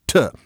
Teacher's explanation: You have an alveolar stop